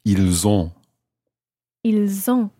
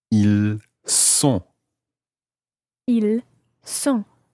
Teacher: you're not pronouncing the S of the il, but you're pronouncing the S of the word sont · Shown in: second take · the S of il sounds more like a Z. Z, as opposed to S.